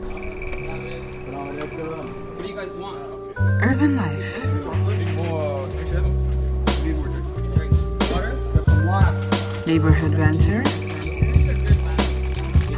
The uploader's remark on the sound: Live From #TodayAtApple